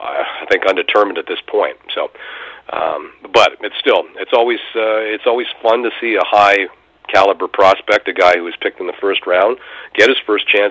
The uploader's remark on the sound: we take your phone calls